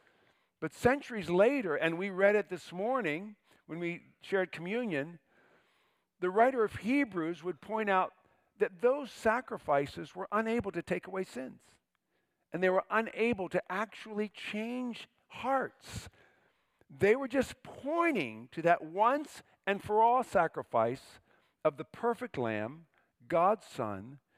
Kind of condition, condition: setting, large echoing room